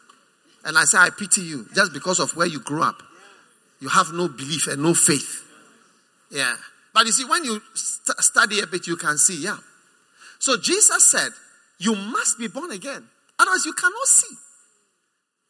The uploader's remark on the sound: Preached at the First Love Center, Accra.